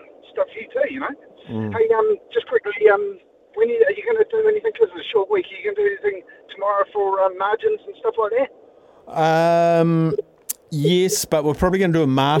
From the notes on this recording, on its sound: hits the phone and text lines to see what the listeners think